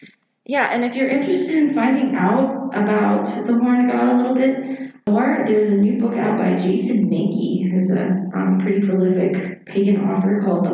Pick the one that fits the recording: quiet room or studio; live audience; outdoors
live audience